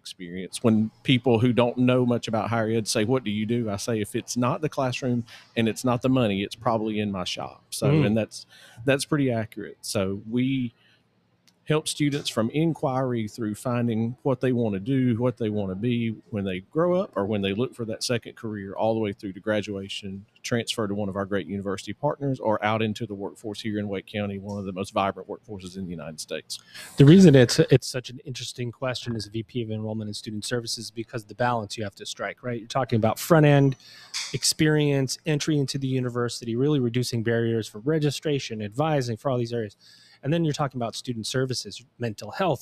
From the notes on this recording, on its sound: LIVE From Element451's 2023 ENGAGE Summit. Recorded LIVE from Element451's 2023 ENGAGE Summit in Raleigh, North Carolina.